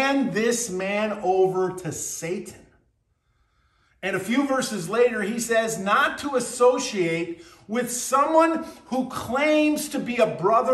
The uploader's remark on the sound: BCC Virtual Worship. At Burlington Christian Church on June 18th, 2023.